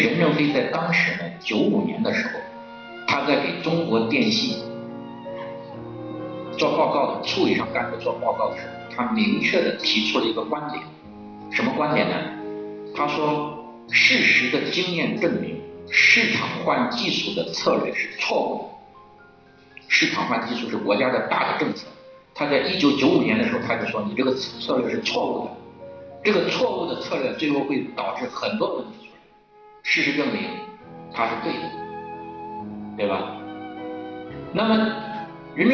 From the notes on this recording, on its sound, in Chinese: 现场录音